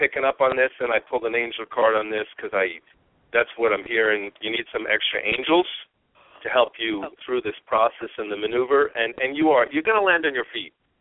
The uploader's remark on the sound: We will also open the phone lines today about halfway through the 45 minute show for a few mini (5 minute) readings.